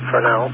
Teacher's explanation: And the other one was the Fresnel zone, and that's the proper pronunciation, Fresnel, with the emphasis on the second syllable